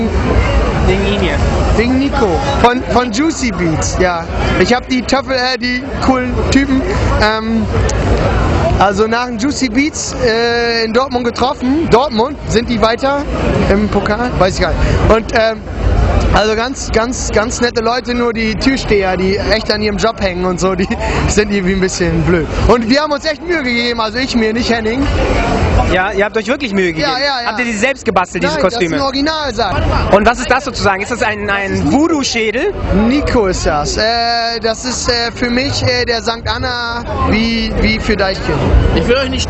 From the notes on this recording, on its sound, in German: Die söndigste Meile der Welt verwandelt sich in einen Konzertsaal. Hamburg.de war live dabei auf dem Reeperbahnfestival.